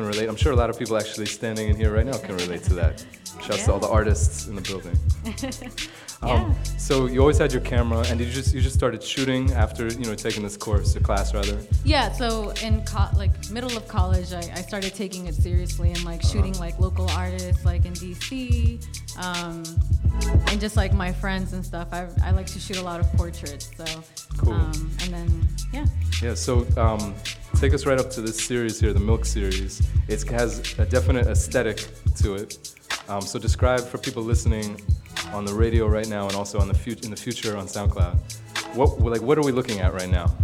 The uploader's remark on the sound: Broadcast live on December 6, 2018 from the storefront of Kinfolk 90 in Williamsburg, Brooklyn, New York City. Broadcast live on WAXX.fm.